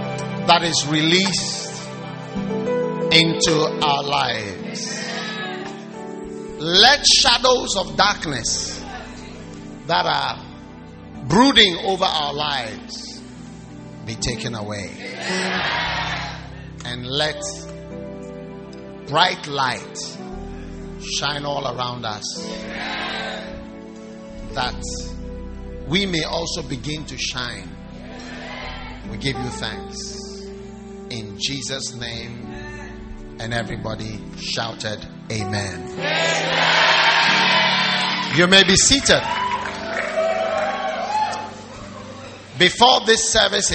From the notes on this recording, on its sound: Preached at the Wisdom Impartation Service.